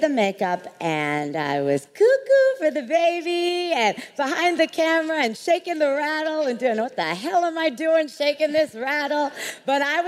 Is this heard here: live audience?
yes